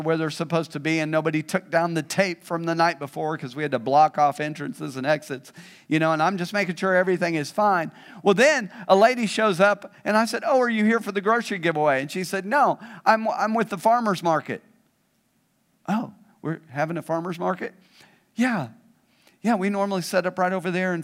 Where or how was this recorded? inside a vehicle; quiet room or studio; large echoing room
large echoing room